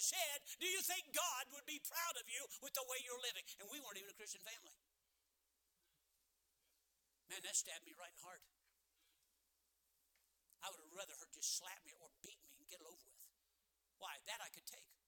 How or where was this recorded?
large echoing room